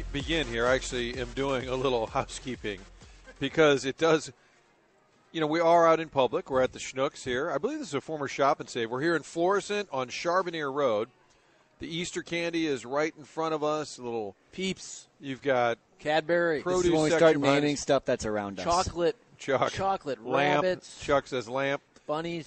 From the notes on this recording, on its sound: broadcasting live from Schnucks in Florissant